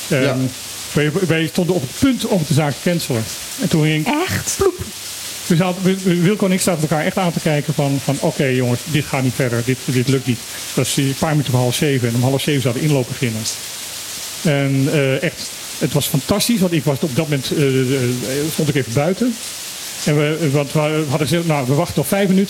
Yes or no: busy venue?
yes